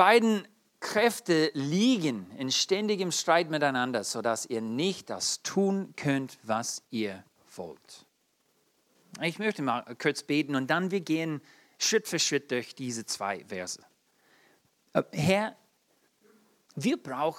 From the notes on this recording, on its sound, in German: In der Gemeinde Kaleo Schopfheim aufgenommen.